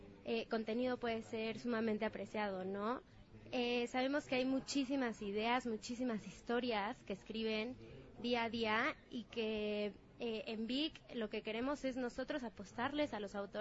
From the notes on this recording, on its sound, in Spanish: Transmisión desde la Fiesta del Libro y de la Rosa 2019. Transmisión desde el CCU.